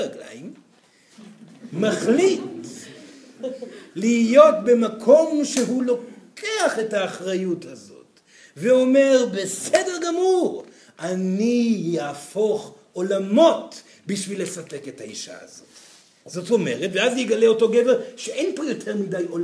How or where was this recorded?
live audience